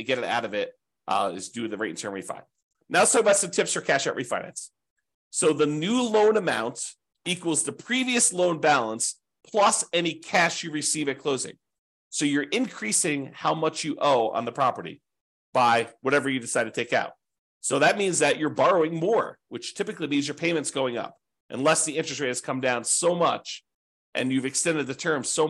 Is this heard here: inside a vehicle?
no